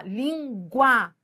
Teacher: em língua eu fui da semivogal para vogal · Term: ditongo crescente